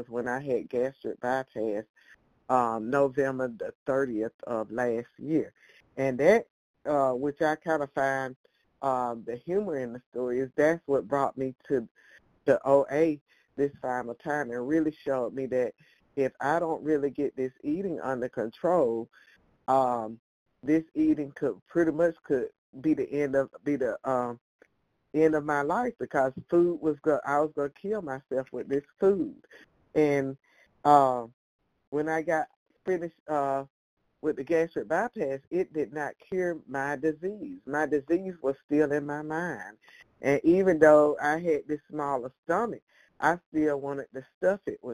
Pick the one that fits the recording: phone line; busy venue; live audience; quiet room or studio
phone line